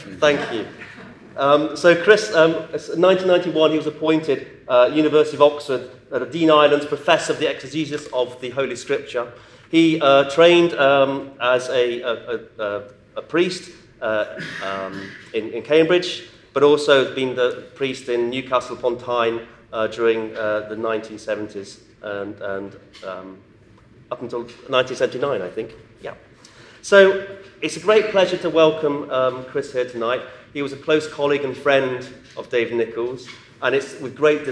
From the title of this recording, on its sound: The David Nicholls Memorial Lecture 2016, Regent’s Park College, Oxford, 10th October 2016